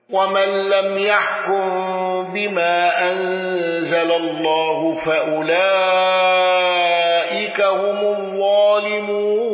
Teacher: قالون بقصر المنفصل واندرج معه من اندرج